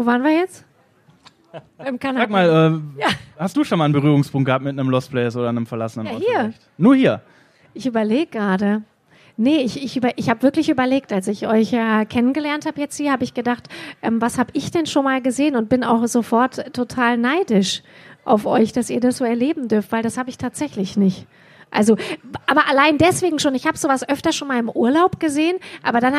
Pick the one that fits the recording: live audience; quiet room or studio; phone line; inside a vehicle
live audience